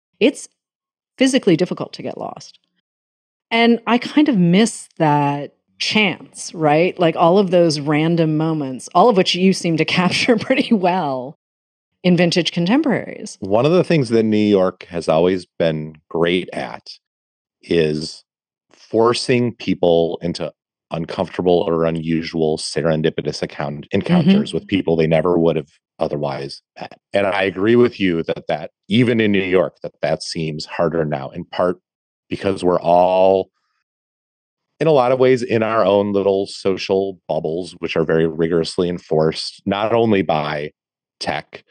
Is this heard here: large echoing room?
no